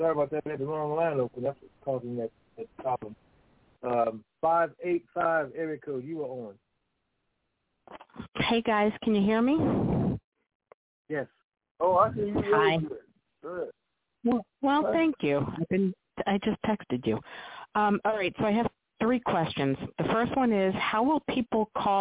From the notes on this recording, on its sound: Conference Call